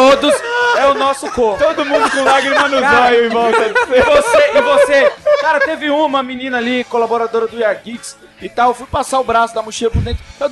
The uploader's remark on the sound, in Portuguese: Este episódio foi gravado AO VIVO direto do #CUBOGEEK na Campus Party 2012, evento que ocorreu no início de fevereiro em São Paulo!